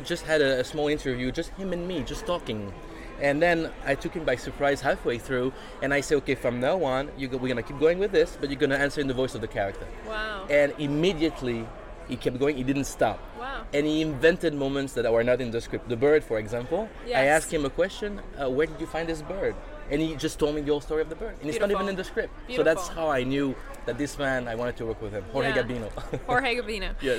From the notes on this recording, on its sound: HollyShorts LIVE. We are live, on-location at the TCL Chinese Theatre for the 19th annual Oscar Qualifying HollyShorts Film Festival.